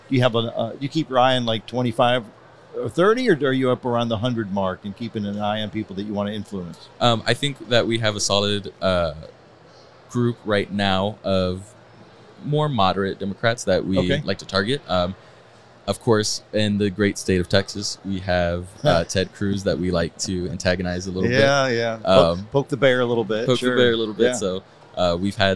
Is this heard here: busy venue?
yes